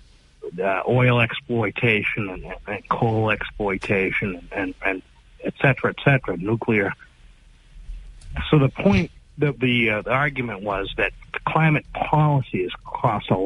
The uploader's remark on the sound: Take calls from the audience.